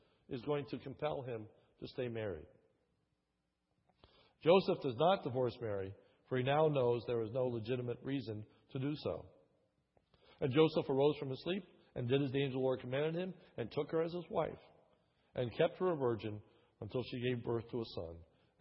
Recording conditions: large echoing room